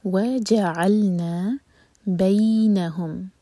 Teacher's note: بینہم کا میم اور مو بقا کا میم مرج ہو رہے ہیں، میم کھول کیا جائے گا.